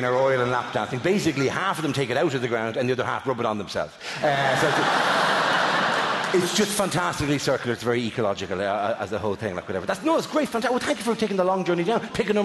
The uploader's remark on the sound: Talks Funny Live in London. Recorded at the world famous Hammersmith Apollo before 3,300 fans.